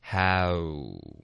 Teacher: 先发这个双元音，一个啊，嘴巴张开哈，再嘟嘴哈呜